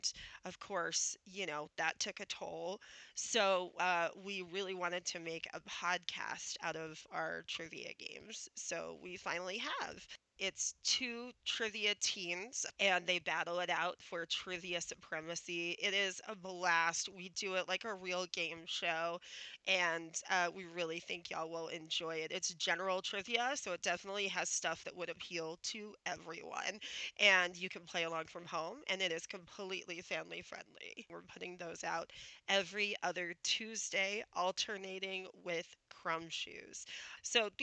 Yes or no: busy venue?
no